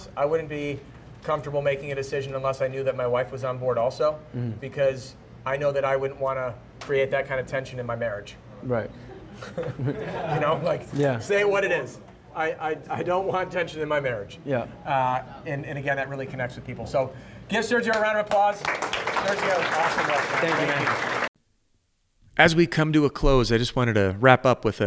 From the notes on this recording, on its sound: During this LIVE role play workshop in Atlanta, GA